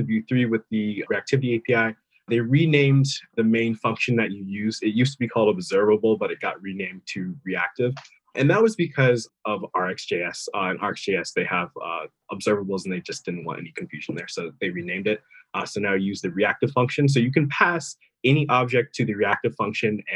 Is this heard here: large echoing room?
no